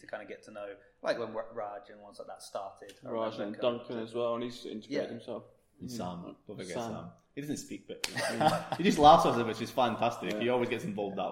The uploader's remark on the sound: On location from the gym.